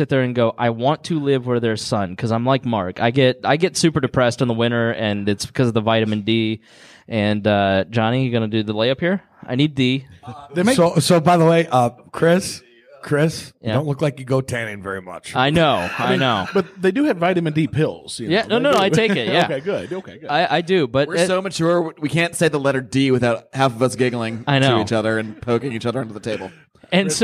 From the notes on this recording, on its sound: LIVE from PorcFest! Meet for the first time in person at Porcfest to record a special (and hilarious) episode of the League Of Liberty.